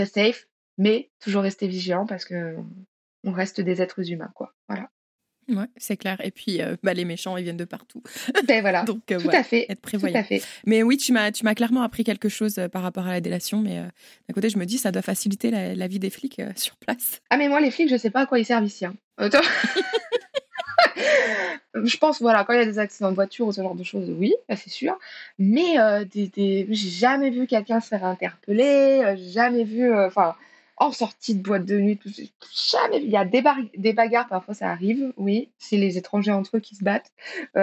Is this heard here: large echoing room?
no